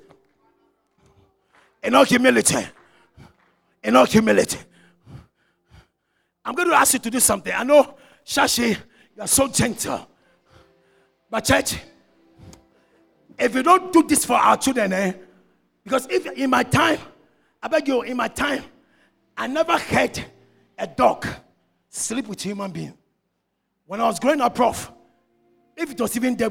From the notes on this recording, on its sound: Sermon preached at CBC Shiashie Campus